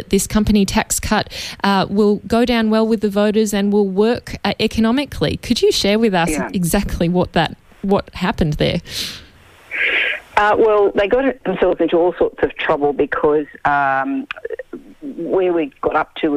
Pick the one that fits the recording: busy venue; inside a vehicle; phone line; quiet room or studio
phone line